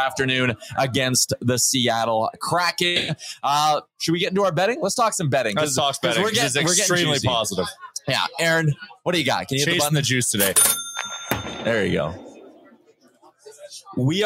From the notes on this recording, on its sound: Live from The Nation Network 15th Birthday Party. Will be live from The Pint Downtown for the Nation Network 15th Birthday Party.